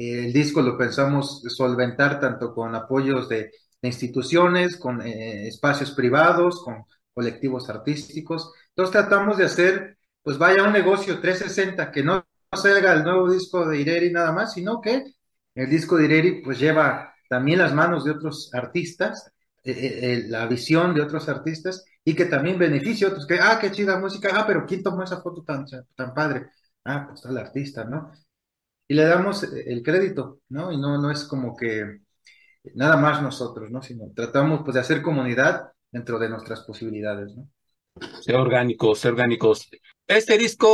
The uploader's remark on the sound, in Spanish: Charlamos via zoom.